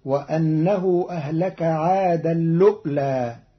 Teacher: قرأ قالون كلمتي عادا الأولى بإدغام التنوين في اللام مع همز محقق ساكن، فتصير وأنه أهلك عادا اللؤلى في لغة بعض العرب.